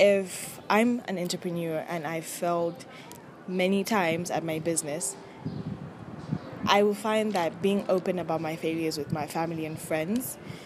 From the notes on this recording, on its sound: My sincere apologies for the noise and the wind wasn't on my side either lol.